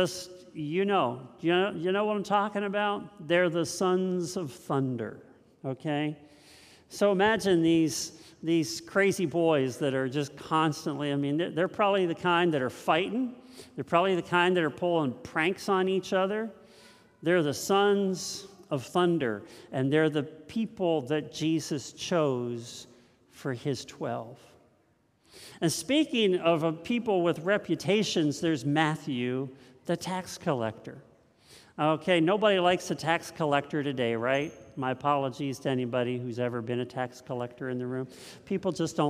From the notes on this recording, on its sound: This message was first preached on 8/21/2022 at Linglestown Life Church in Harrisburg, PA.